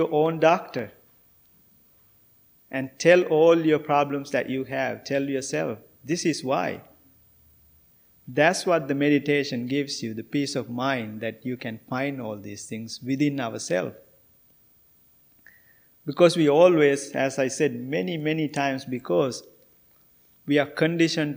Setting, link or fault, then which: setting, large echoing room